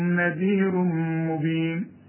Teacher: نذير تنوين وبعده مين إدغام كامل بغنة، العلامة إن المين بيبقى عليها الشدة، نذير مبين أن اعبدوا